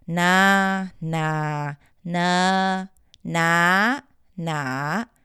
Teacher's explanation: So mid, low, falling, high, rising tones.